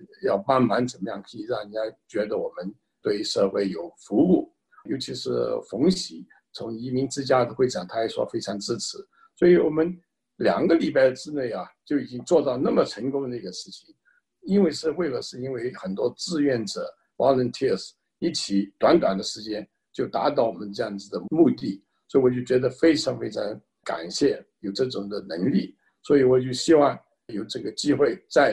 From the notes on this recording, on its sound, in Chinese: 西雅图“爱心午餐”新闻发布会。这是4月13日我在线上主持的一场新闻发布会的录音。